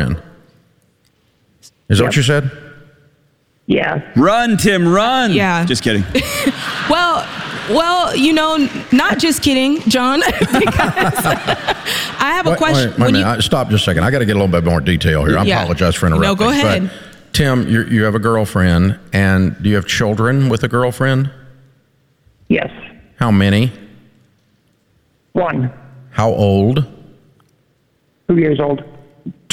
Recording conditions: live audience